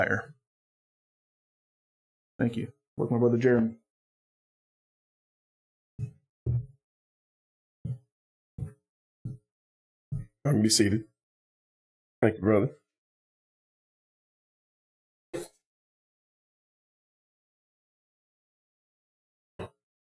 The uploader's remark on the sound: This is the sermon from our Sunday morning Worship Service.